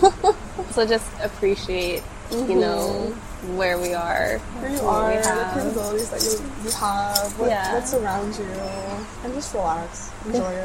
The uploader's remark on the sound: Episode recorded at Doshi House, Houston